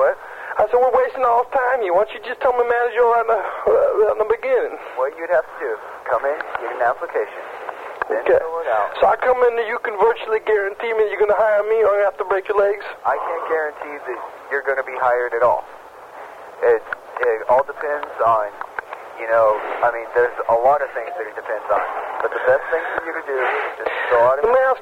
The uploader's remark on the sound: Prank Phone Calls